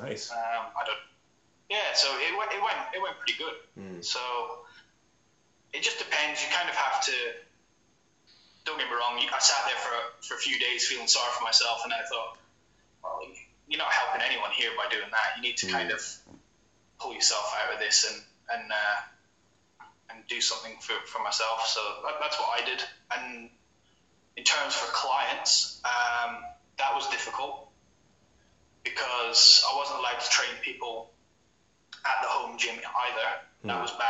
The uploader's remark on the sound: A full-time personal trainer calling from Brisbane in Australia.